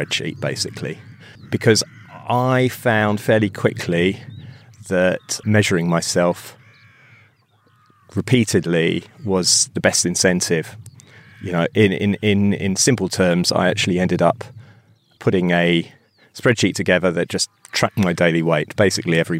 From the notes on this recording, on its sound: takes over on the mic as he sets off to ride the King Alfred's Way in the south west of England